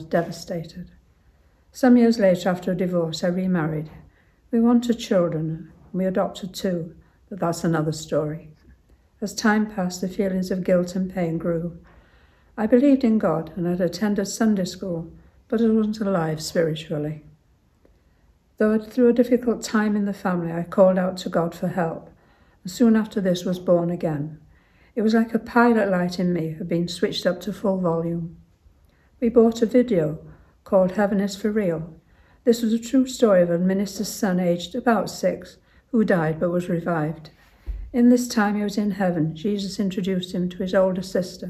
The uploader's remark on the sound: recorded in my local church